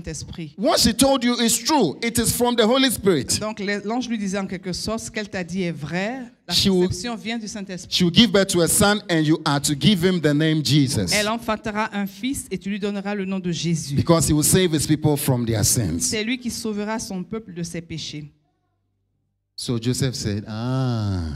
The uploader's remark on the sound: Preached during Joyful Hour Sunday Service